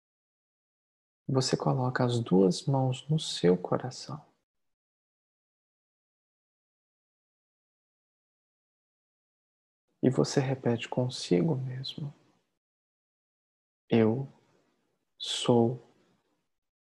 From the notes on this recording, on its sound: Online via Zoom